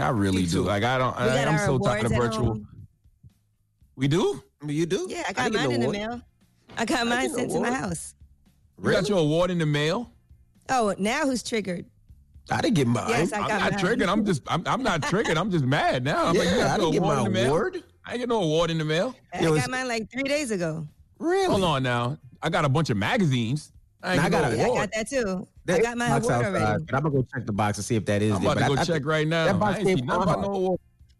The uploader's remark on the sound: we opened up the phone lines